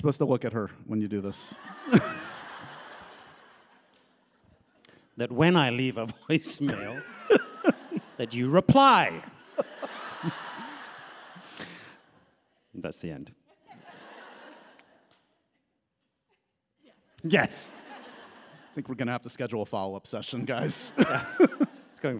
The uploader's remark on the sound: Get ready for a wild live taping of the podcast with the cast of OUTLANDER!